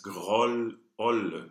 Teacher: And because we have this double L, this O is an open sound, so we don't want to get it too close and say grolle.